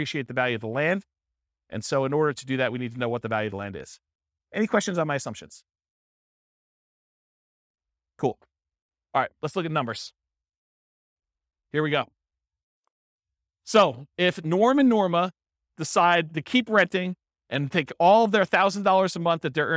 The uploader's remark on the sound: This was a live class recorded